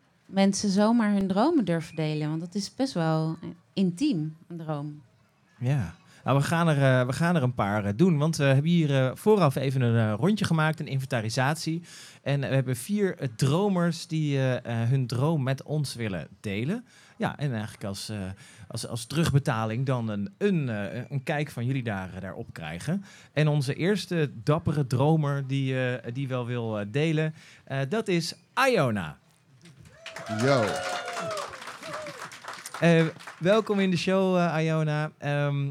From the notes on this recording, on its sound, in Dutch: Deze zomer ging ODE AAN DE MAGIE weer live op de Lievelinge. De dromen geduid van gasten op de camping. Ons live publiek werd verrast, ontroerd en geraakt door de duidingen. Productie: One Day Radio & In The Heart Of Change.